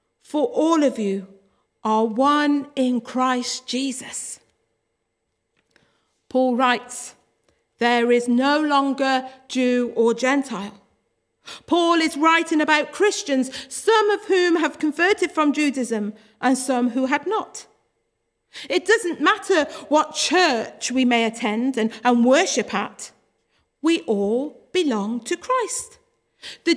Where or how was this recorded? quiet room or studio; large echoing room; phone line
large echoing room